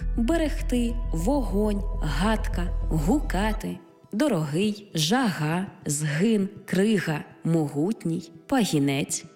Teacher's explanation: Буква «Г» передає на письмі глотковий щелинний приголосний, як в українських словах «берегти», «вогонь», «гадка», «гукати», «дорогий», «жага», «згин», «крига», «могутній», «пагінець».